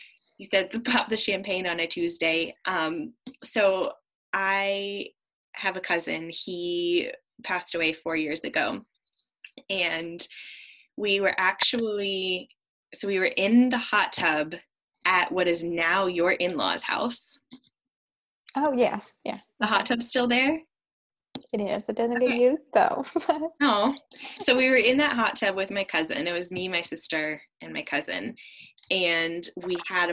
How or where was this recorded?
video call